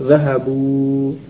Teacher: Bunyi alif tidak ada. Ini adanya dalam penulisan saja, tidak ada dalam pengucapan.